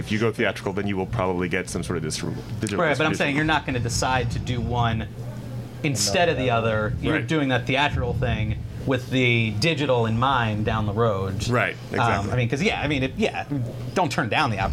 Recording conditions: busy venue